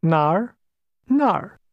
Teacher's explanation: Did you remember the falling, rising tone in the word where?